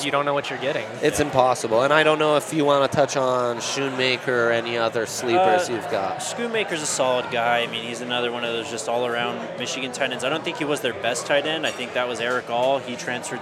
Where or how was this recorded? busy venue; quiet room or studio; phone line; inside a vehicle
busy venue